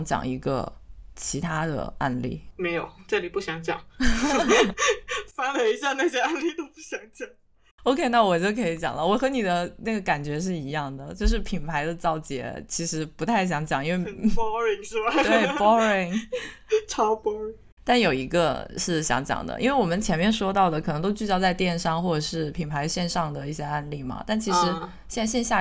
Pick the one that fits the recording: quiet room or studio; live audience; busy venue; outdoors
quiet room or studio